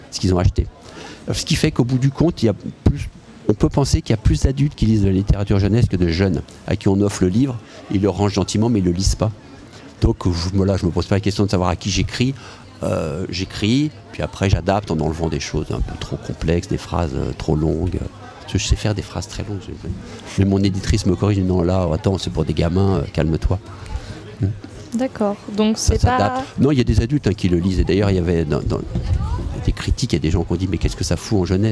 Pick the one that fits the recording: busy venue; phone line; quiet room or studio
busy venue